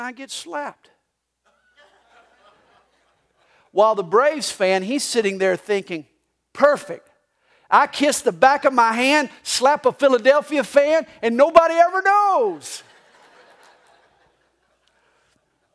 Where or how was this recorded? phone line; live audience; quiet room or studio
live audience